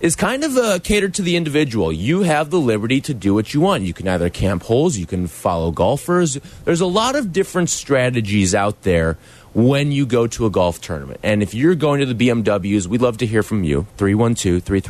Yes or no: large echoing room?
no